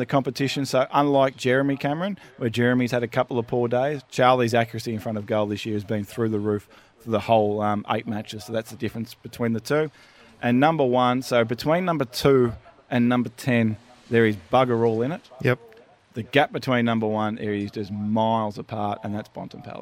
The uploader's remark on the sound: on location at Solitaire Volkswagen in Medindie